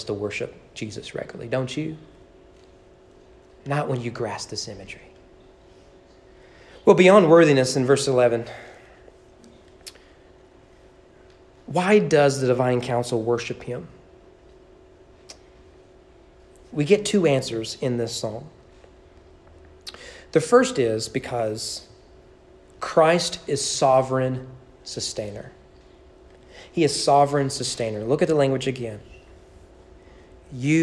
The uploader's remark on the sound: Sermon preached at East Frankfort Baptist Church on May 16, 2021 during evening worship.